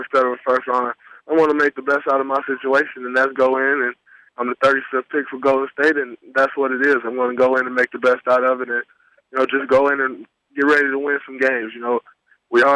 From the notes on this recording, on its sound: Post Draft Conference Call